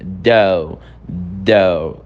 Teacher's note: A pronúncia do though é com a língua entre os dentes, fazendo um som de D.